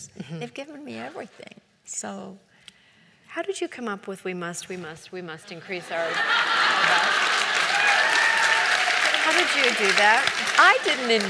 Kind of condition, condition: setting, live audience